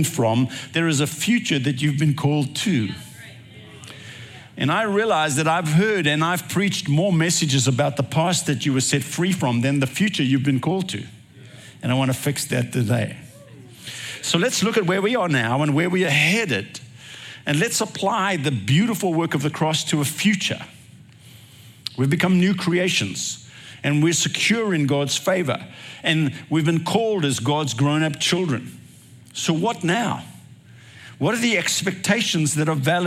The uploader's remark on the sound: recorded at Northlands Church on June 18, 2023